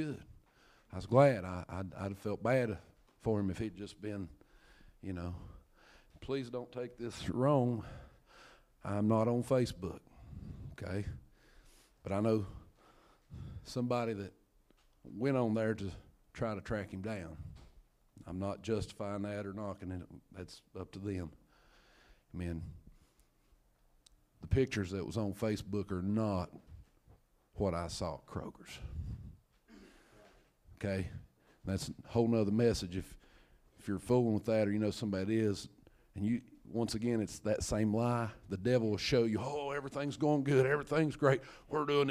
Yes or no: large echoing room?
yes